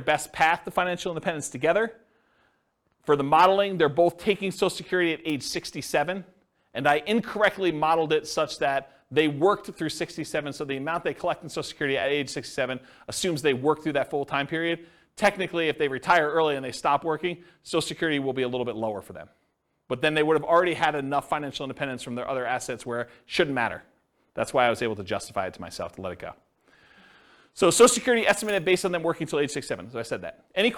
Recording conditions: live audience